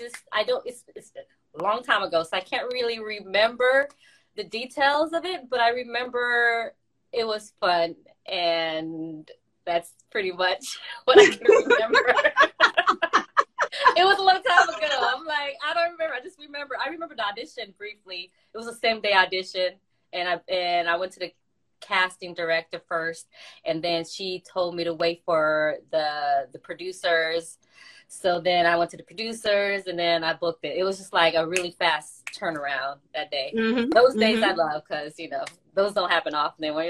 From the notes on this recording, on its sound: a special Instagram Live #WFH edition